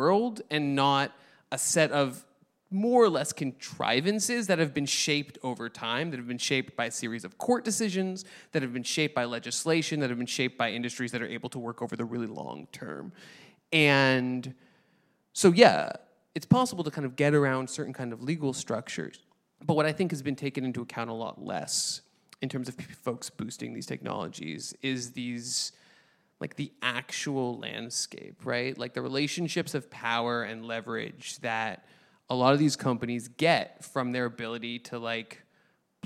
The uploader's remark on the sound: Live at Wavelengths Summit. Ignore the technical difficulties. Live from the Wavelengths Summit in Brooklyn, New York!